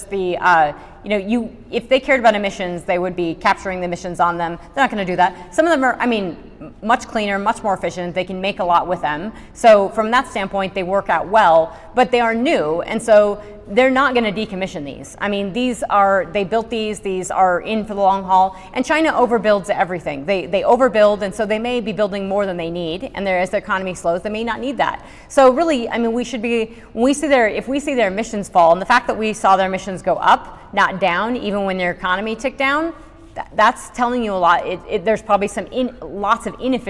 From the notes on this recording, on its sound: This talk and presentation was the keynote speech. To the Rocky Mountain GPA conference in Denver, Colorado.